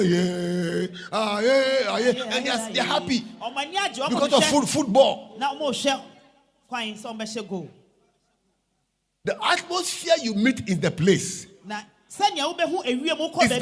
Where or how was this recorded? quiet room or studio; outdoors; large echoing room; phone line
large echoing room